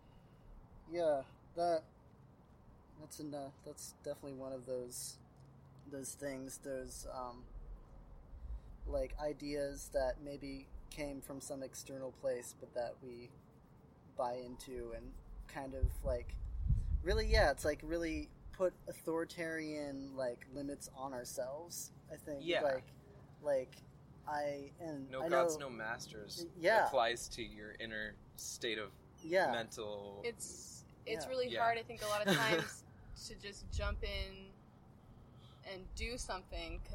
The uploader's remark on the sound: This was outside and I don't know how to edit, so unless you are a big fan of wind and trains I would be mindful about using headphones.